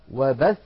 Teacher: نقف عليها بالضغط على الثاء · Term: النبر